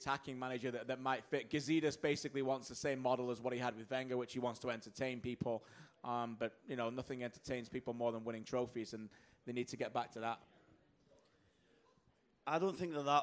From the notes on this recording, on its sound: TSN panel at Footy Talk 5.